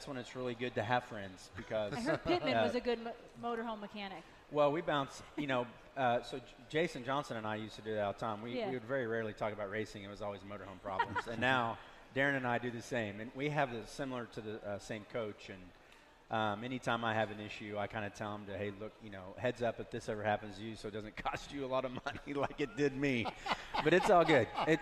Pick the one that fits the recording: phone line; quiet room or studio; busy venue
busy venue